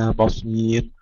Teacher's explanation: واعلموا أن الله بما تعملون بصير ترقيق الباء وليس بصير، بصير ترقيق الباء تفخيم الصاد